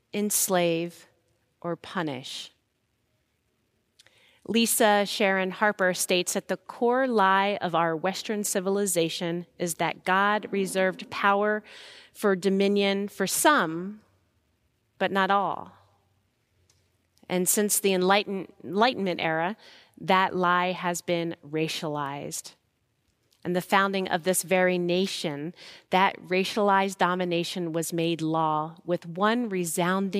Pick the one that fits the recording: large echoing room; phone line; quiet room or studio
large echoing room